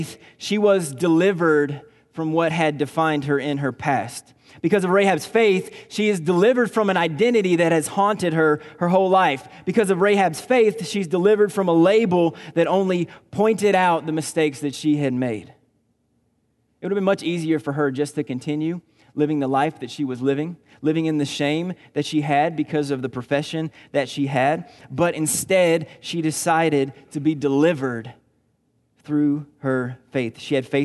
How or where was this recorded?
large echoing room